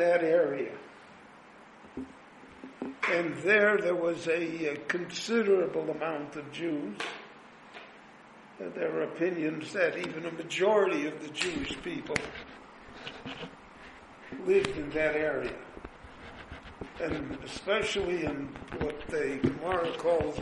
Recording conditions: live audience